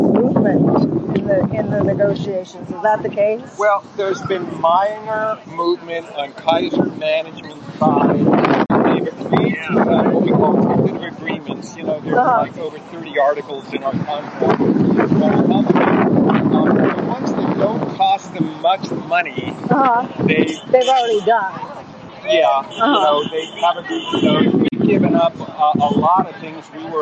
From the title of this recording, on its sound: LIVE from NUHW strike in Oakland